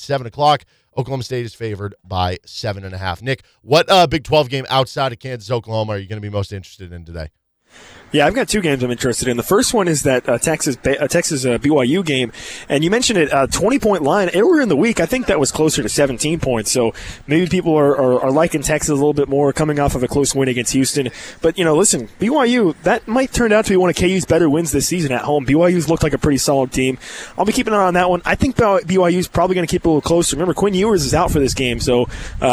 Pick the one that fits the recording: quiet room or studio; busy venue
busy venue